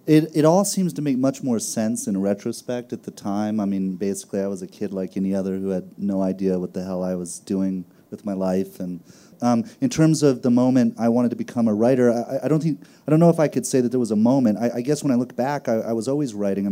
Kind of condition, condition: setting, busy venue